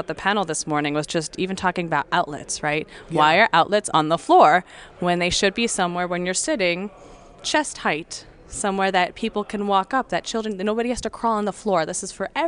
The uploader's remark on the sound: Live at Symposium 2023